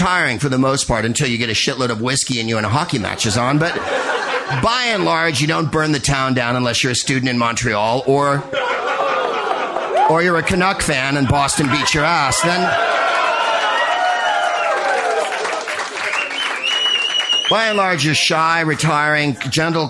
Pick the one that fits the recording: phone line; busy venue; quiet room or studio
busy venue